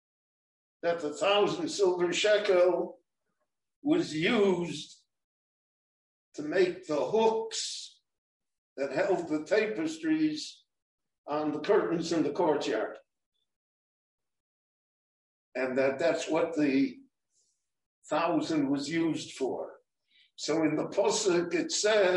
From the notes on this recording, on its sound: This short Dvar torah was recorded LIVE in Jerusalem at Beit Knesset HaNassi on March 9, 2021.